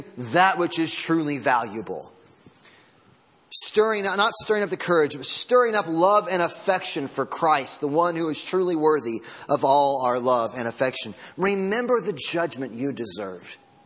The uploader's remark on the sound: Sermon Audio from Sunday Morning